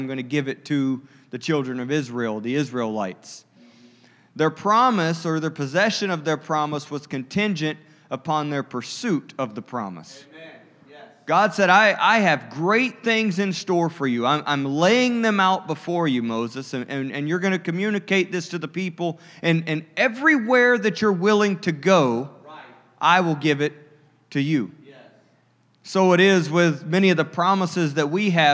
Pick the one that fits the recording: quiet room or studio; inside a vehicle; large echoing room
large echoing room